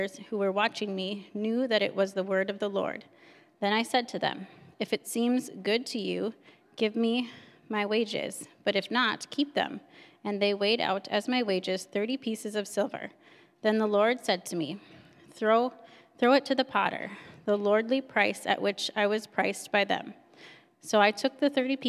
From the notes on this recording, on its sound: At Grace City Church in Fargo, North Dakota.